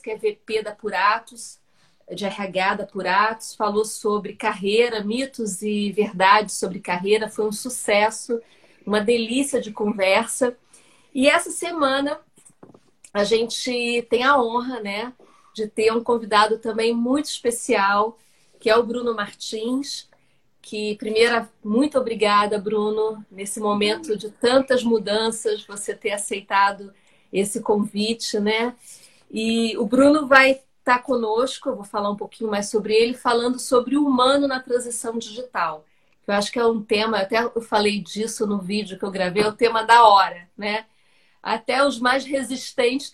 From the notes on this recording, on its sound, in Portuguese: Live exibida no dia 22/07/2020, no Instagram.